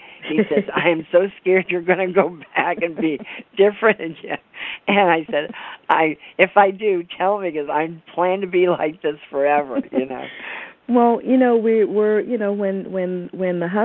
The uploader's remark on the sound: AUGUST 28, 2011 CONFERENCE CALL